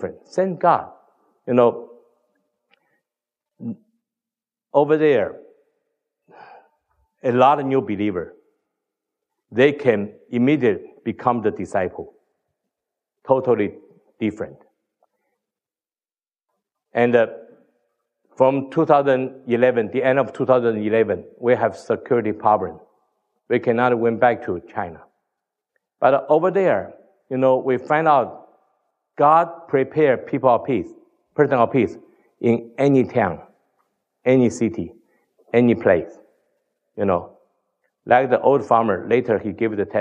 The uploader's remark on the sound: Tells the T4T Story at the NoPlaceLeft conference in Sydney Australia.